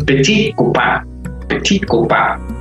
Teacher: le mot petit est prononcé sans T final. Normalmente el adjetivo petit, cuando está solito, sabemos que la T final no suena.